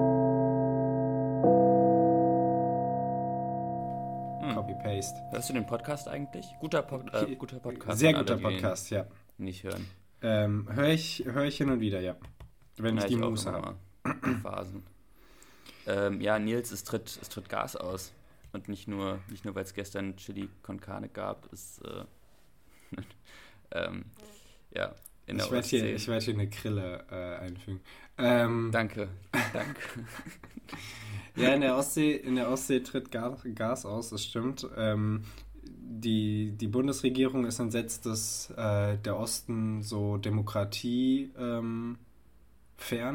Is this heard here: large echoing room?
no